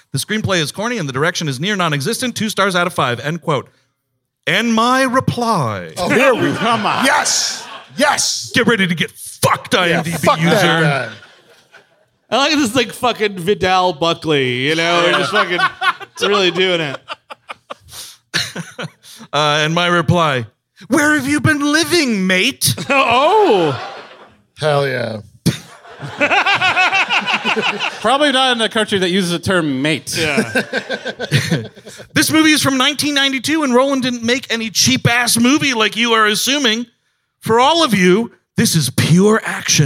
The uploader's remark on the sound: At CB Live in Phoenix, AZ. The guys were live in Phoenix.